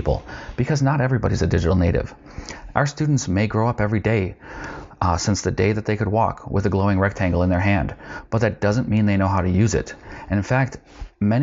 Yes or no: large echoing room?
no